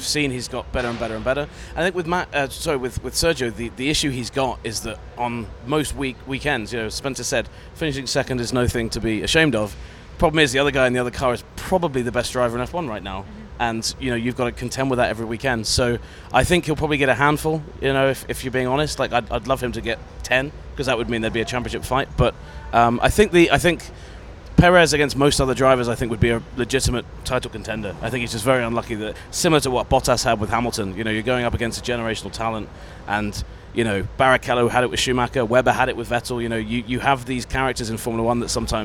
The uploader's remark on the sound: on location at the Miami Grand Prix